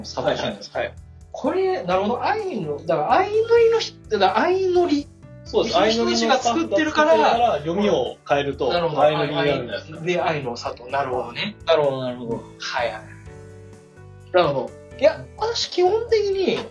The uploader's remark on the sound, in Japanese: 機材の調子が悪く、いつもより音質が悪くなっております。